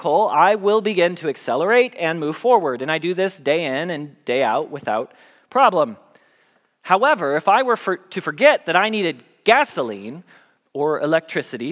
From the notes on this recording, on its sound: Message Preached at Valley Creek Church.